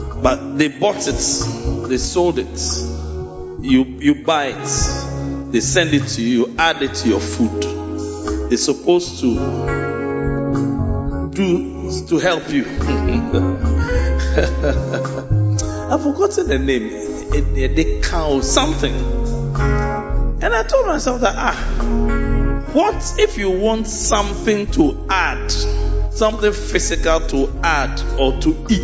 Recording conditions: large echoing room